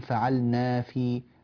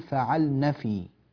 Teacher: فعليك أن تأتي بالنون مفتوحة من غير أن تمدها أو تمطها · Shown in: second take · لا تقول فعلنا في، بل تقول فعلن في. · Term: نون النسوة